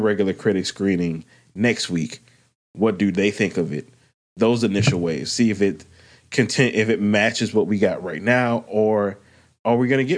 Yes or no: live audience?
no